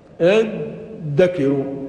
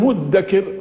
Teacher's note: قلبت التاء دالا لقرب مخرجيهما، تاد أكاد يكون مخرج واحد، وقلبت التاء دالا ثم أضغمت الذال في الدال فأصبحت دالا مشددة اذكروا.